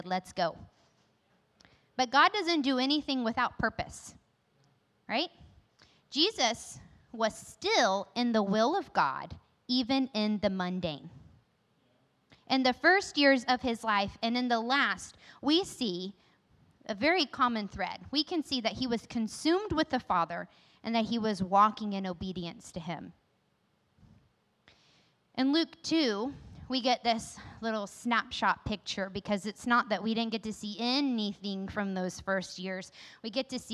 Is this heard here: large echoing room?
yes